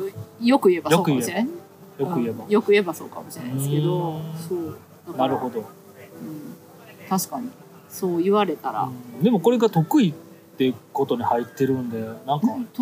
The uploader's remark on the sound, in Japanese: 野外収録